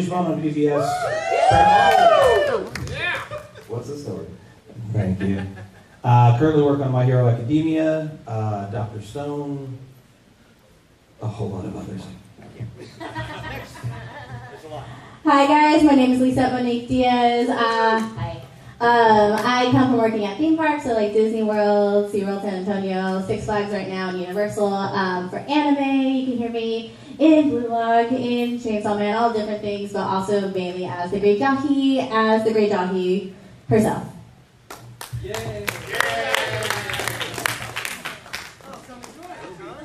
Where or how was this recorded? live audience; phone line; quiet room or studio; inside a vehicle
live audience